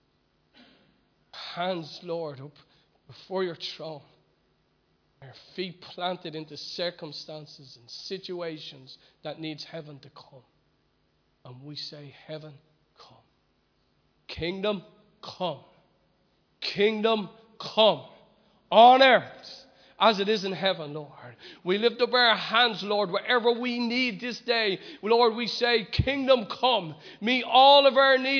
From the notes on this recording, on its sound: Recorded live at Liberty Church on 23rd February 2020